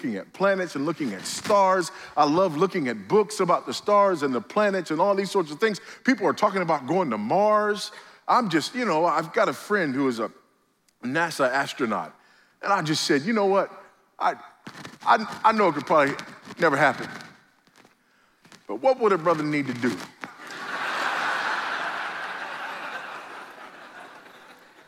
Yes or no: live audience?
yes